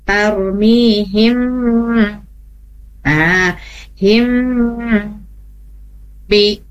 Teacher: mim ketemu ba itu ditahan dulu · Term: gunnah